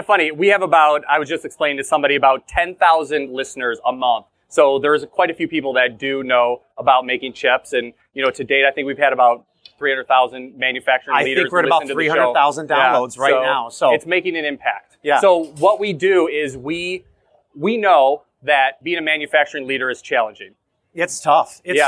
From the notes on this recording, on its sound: Recorded live at a recent conference. Live podcast recording.